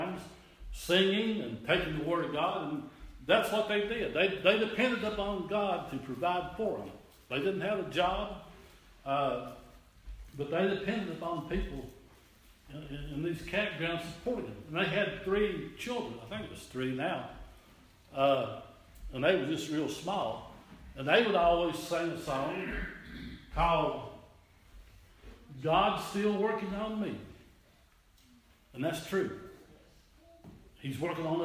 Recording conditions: large echoing room